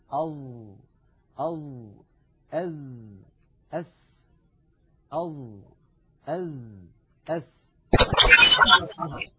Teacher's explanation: الظاء والذال والثاء تخرج يا إخوة من منتهى طرف اللسان مع أطراف الثنايا العليا، نضع طرف لساننا على طرف أسناننا العليا، هذان الثنيتان اللتان في مقدمة الفم. · Term: الأحرف اللسوية